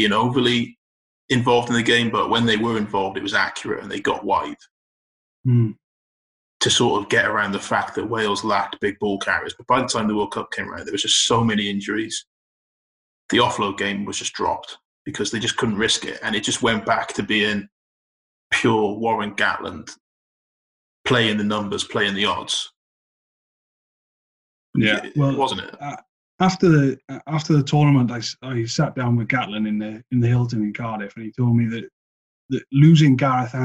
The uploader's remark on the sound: Also, apologies for any drop in sound quality. This was recorded over Zoom due to the current circumstances.